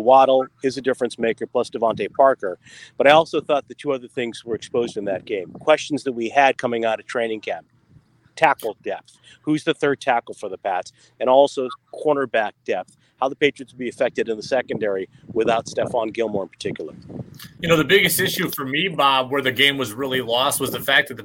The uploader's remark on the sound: joins us live from a charity golf tournament